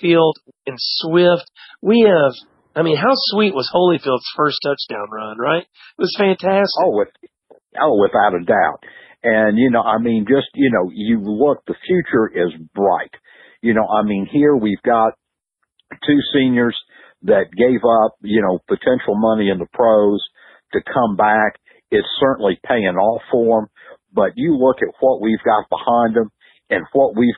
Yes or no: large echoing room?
no